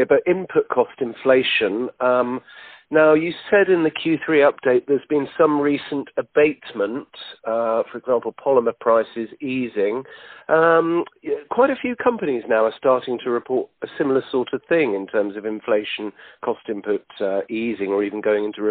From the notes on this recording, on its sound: He was at a trade show in Germany, so the mobile phone signal wasn’t ideal.